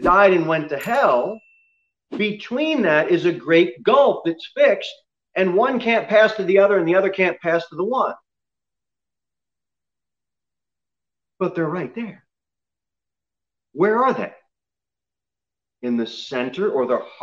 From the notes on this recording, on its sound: Sermon delivered at Pilgrim Baptist Church on Thursday, January 28, 2021, at 6:15 pm.